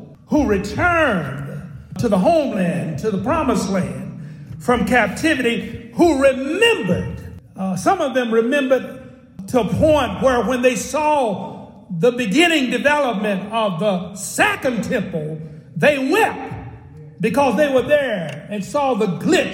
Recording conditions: large echoing room